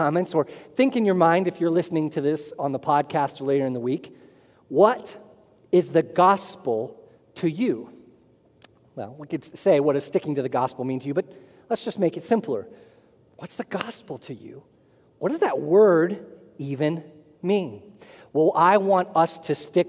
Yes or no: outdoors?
no